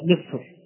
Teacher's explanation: تحت هذا القسم نوعان: نوع موقوف عليه بالسكون وقبله ساكن، وقبل الساكن كسر، وقبل الساكن كسر، ولكن هذه الكلمة في حال الوصل مفتوحة، وهذا النوع في كلمة واحدة متكررة في القرآن، وهي كلمة مصر، وهي كلمة مصر. فمصر الراء فيها مفخمة، الراء فيها مفخمة مع أنها ساكنة